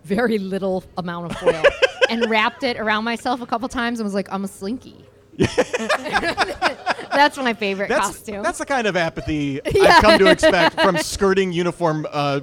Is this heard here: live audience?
yes